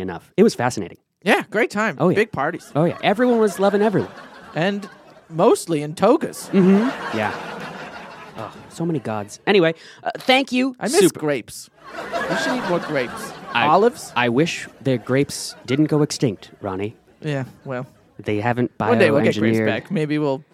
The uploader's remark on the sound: Recorded at Improv Asylum in Boston Massachusetts.